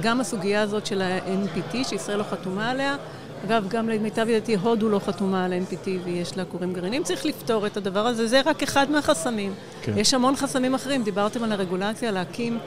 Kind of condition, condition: setting, busy venue